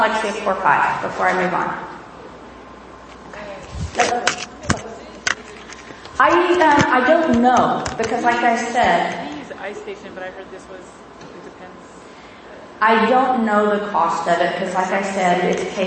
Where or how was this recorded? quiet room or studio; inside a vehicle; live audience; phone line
live audience